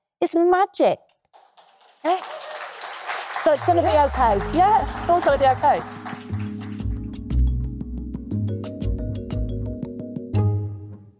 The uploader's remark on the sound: In a recording taken from the recent FT Live Women in Business summit